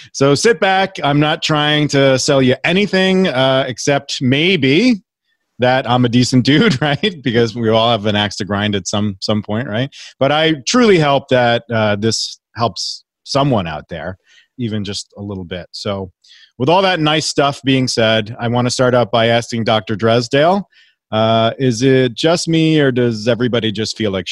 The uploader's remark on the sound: This audio was taken from a live webinar